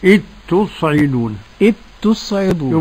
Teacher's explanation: حرف واحد مشدد، مش حرفين، الأول ساكن والثاني متحرك. · Term: الذال في التاء